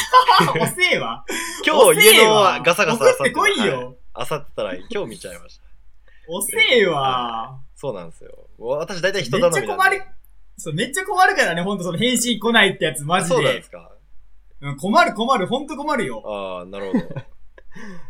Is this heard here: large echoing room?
no